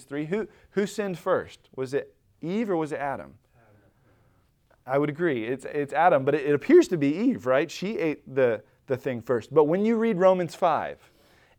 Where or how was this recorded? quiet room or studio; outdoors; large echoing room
large echoing room